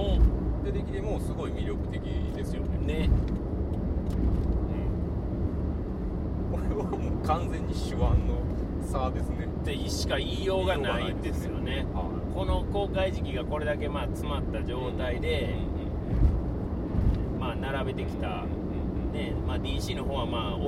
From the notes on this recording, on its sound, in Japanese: 帰路車中で録音しておりますので、。一回表より雑音を多く拾っており。